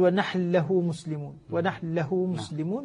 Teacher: تدغم النون في اللام فيها بينما لا تدغم في غيرها من الحروف.